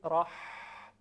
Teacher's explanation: خب ببینید در تلفظ حرف حا هوایی که از ششها خارج میشه از حنجره عبور میکنه، در اونجا تنظیم میشه هوا، میاد وسط حلق. در وسط حلق فشردگی ایجاد میشه. اگر بگید راح، احساس میکنیم که وسط حلق یک مقداری فشرده شده.